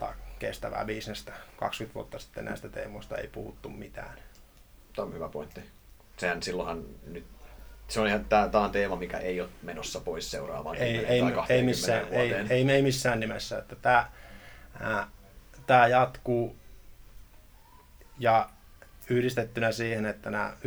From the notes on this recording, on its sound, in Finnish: Audiona varatallenne, tästä syystä pientä kohinaa.